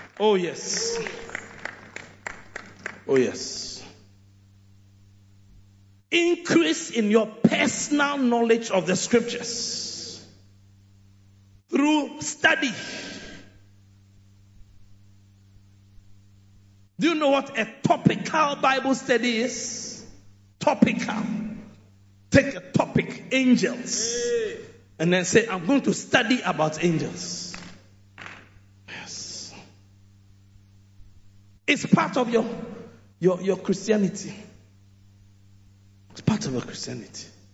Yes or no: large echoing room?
yes